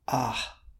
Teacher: It's got the long A, and then you can hear that H at the end.